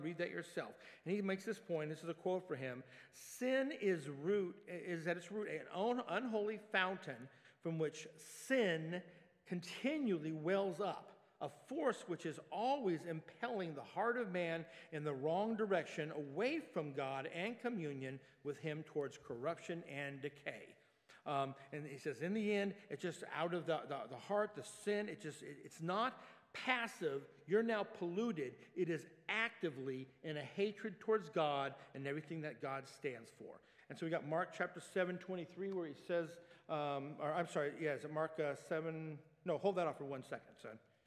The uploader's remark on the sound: Sunday Worship Service - Live stream.